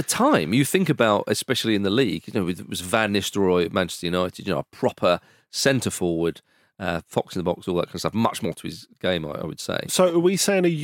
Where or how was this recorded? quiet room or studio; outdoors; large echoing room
quiet room or studio